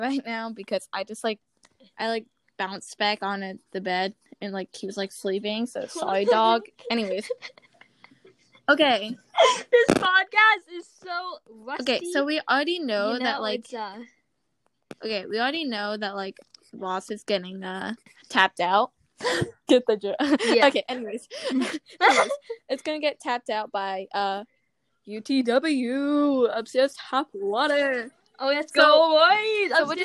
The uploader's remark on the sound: The audio got a little messed up